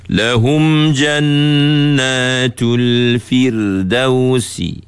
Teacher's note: Kalimah al-firdausi nuzula kan firdaus. Ra tu baca dengan nipis.